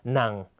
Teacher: เสียงจะต่ำและตกลงในตอนท้ายนะครับ · Term: วรรณยุกต์หนัง